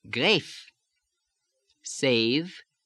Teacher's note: The first voiced fricative is v, and we have here grave, and it becomes an f.